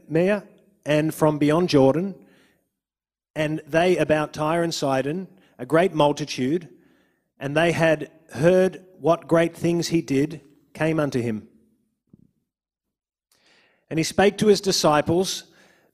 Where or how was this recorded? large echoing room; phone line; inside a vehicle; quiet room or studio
large echoing room